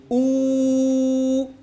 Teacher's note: في الواو المادية ارتفع أقصى اللسان ولكن لم يتضيق الحلق ولم يتقعر الوسط، فلا يحصل تغليظ للصوت